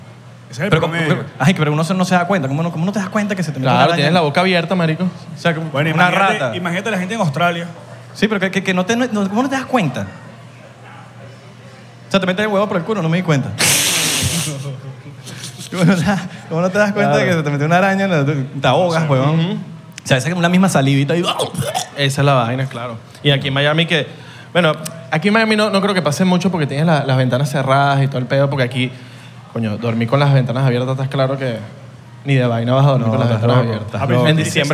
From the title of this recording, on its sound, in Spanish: En vivo con público